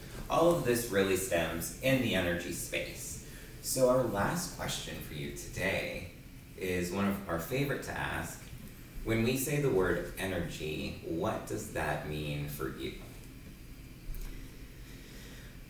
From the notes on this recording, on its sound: We are LIVE and in person.